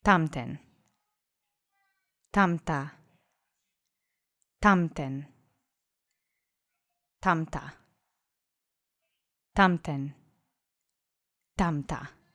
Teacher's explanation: the accent was on the first syllable. That's where the punch goes.